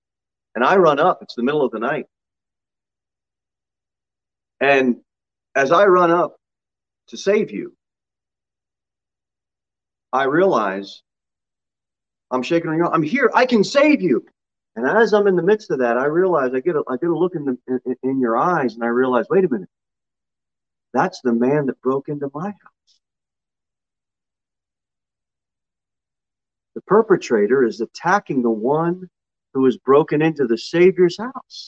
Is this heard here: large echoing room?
yes